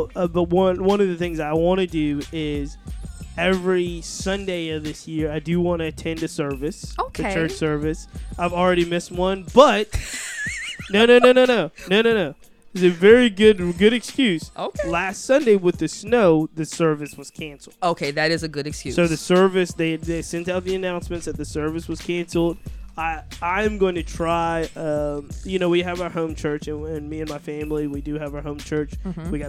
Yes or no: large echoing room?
no